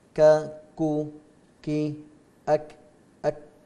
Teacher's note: أما الكاف فتخرج من أقصى اللسان تحت مخرج القاف مع ما يليه مع ما يحاذيها من الحنك العلوي